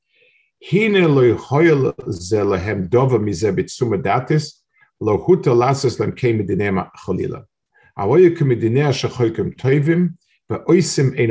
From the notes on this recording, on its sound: This shiur take place over Zoom on Motzei Shabbos.